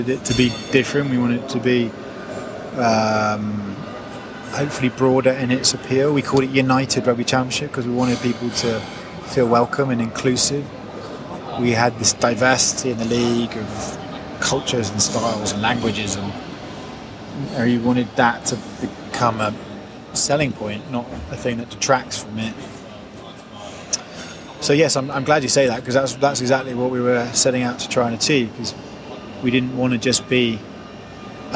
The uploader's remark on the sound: It was recorded in the First Class Lounge of Hamad International Airport in Doha at the announcement of Qatar Airways as a sponsor of the Championship.